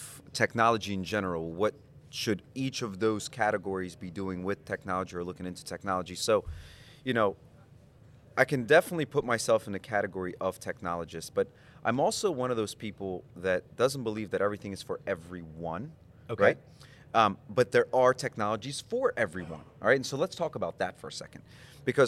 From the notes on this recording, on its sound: Recorded from the Annual Florida Mortgage Bankers Association Conference